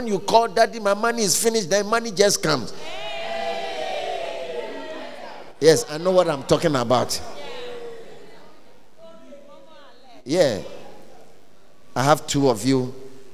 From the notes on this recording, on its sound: At The Fountain of Life Cathedral, The Gospel Encounter Service - 17th February, 2024.